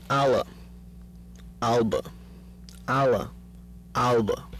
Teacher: Contrast between the alveolar lateral and the velarized alveolar lateral.